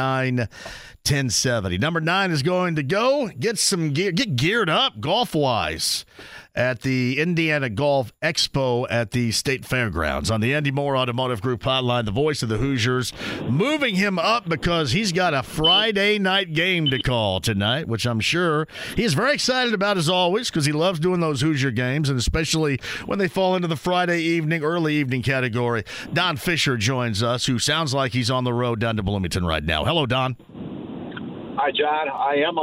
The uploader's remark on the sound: Wraps up the 2nd hour of the show with some phone calls!